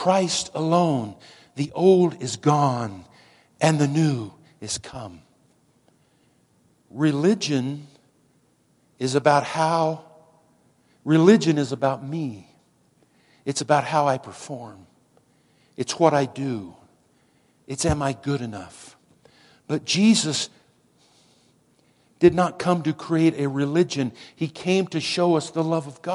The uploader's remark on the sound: Woodland Life Church Live